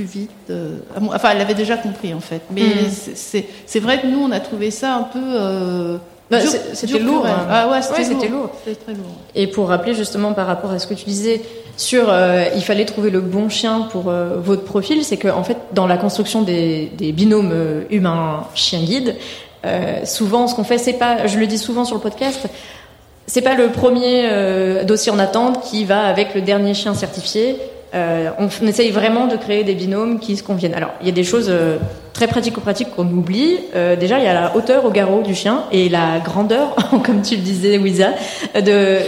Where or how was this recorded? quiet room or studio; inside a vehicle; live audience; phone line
live audience